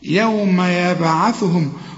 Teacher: يوم يبعثهم، هنا عندك ثلاث ضمات، شوف يبعثهم طلعهم، يوم يبعثهم، وقلقل الباء لأن الباء عليها سكون، كل باء عليها سكون لازم تقلقلها